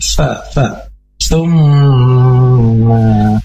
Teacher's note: ujung lidah sedikit keluar menyentuh dan mendekati ujung gigi atas. Jadi jangan sampai berubah menjadi ta atau ta, tapi semua sedikit seperti digigit huruf sa, sa, summa, dan dihadapkan dengan mim bertasydid, artinya hukumnya gunnah dan harus diangkat atau didengungkan dua harokat.